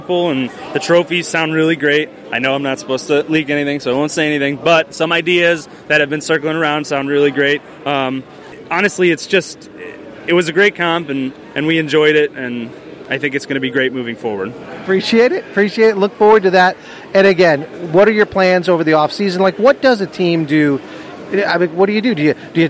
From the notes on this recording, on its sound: Live from The Jack Daniel&#8217;s World Championship Invitational. Live from The Jack Daniel’s World Championship Invitational.